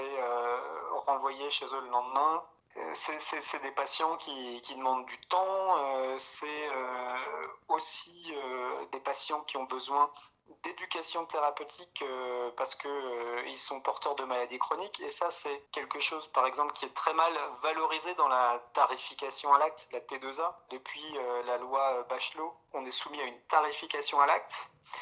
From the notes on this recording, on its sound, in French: Il et elle racontent au téléphone.